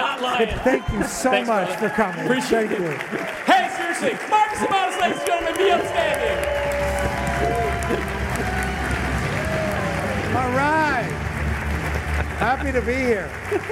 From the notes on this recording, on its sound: At Scalable Impact Live in November 2021. At Scalable Impact Live in November 2021.